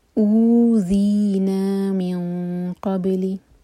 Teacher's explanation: حمزہ پر دمہ ساتھ میں واو تو یہ دو حرکہ کریں گے دو حرکا کھینچیں گے یہ ہے مد بدل